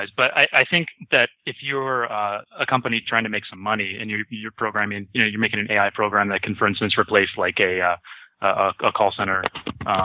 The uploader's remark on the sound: Saturday Call In Show